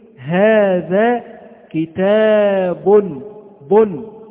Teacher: نطقنا الضمتين نونا، هذا يسمى تنوين · Term: التنوين